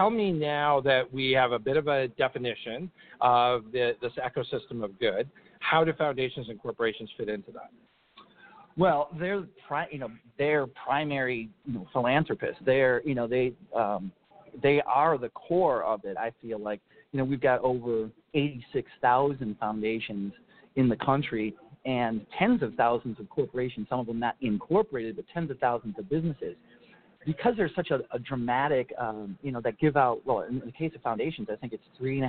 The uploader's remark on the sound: LIVE from BBCON 2016 - The Blackbaud Conference